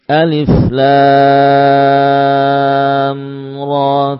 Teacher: huruf ra dibaca dengan mutabi'i dua harokat. Alif Lam Ra, cukup dua harokat.